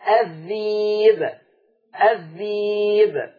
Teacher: وكلمة الذئب في سورة يوسف تبدل بياء فتقرأ الذيب